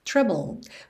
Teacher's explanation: Você encerra mesmo a letra com esse D lá com a língua no céu da boca e nem escuta nada.